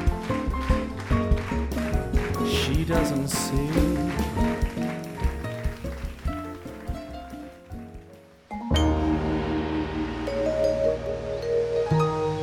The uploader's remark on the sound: LIVE recording at the Bamboo Club in Long Beach